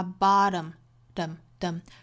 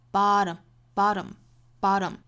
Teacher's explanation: 会弹一下舌头发 bottom，dum，dum，舌尖的位置在硬腭一弹而过，bottom，bottom，bottom，那也要注意后面半句的这个节奏跟刚才英音里头是一样的哈。